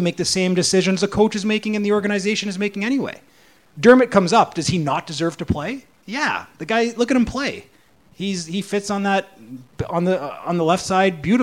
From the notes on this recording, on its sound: PuckTalks Live Panel. At the PuckTalks Live event on March 29.